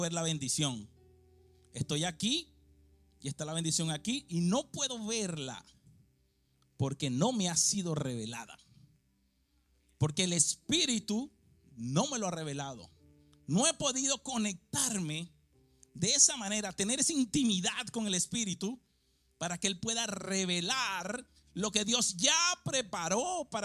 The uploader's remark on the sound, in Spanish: Grabado en la ciudad de Philadelphia en la iglesia H2O.